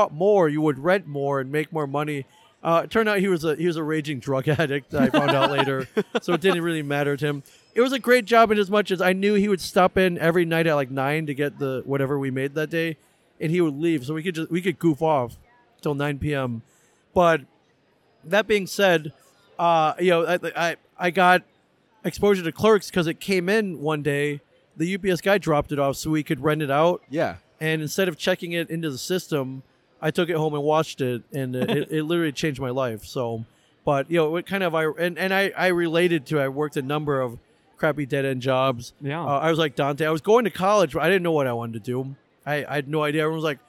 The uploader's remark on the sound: recorded on-location at Des Moines Con 2023